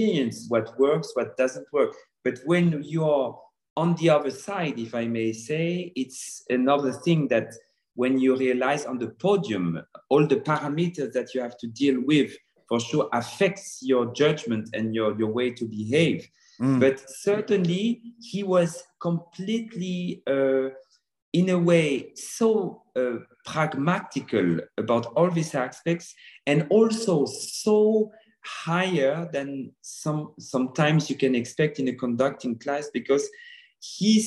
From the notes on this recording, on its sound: This interview was recorded. Via Zoom.